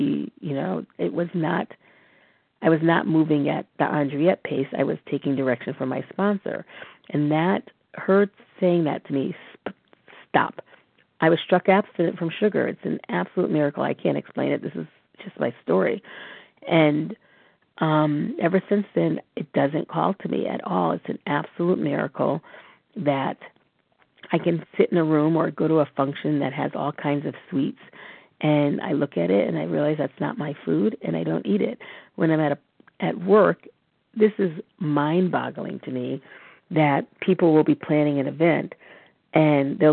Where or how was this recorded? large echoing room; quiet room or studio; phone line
phone line